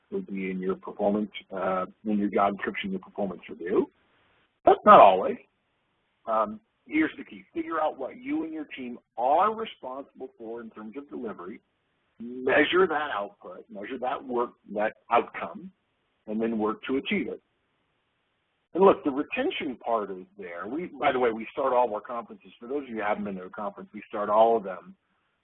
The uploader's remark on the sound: August 2011 Conference Call